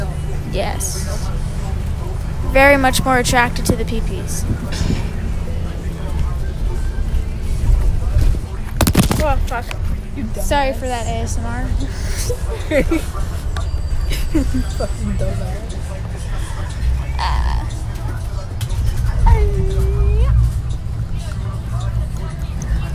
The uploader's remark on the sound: Recorded on a bus